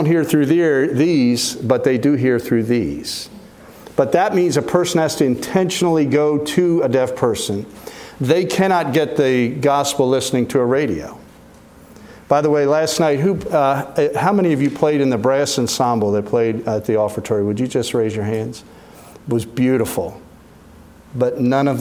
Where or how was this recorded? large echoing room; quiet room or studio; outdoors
large echoing room